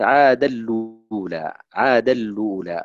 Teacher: أدغم النون في اللام عادل، وينقلون أيضا حركة الهمزة إلى اللام، صارت عاد اللولا، عاد اللولا، خلاص. · Term: النقل